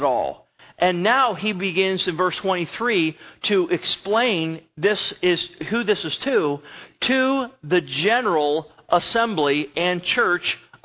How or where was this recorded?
large echoing room